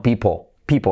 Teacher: Esa L atrás casi ni se escucha. Recuerda que la L, letra clave, cuando está al final de palabra casi no se oye.